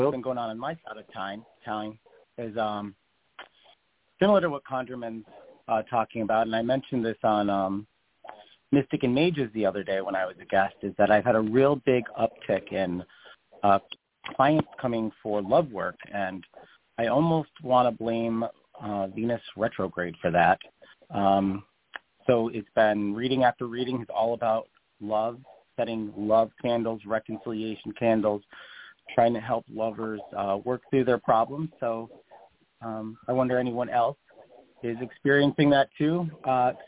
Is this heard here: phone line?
yes